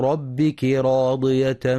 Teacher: وكلمة ربك راضية الراء مفخمة لأنها مفتوحة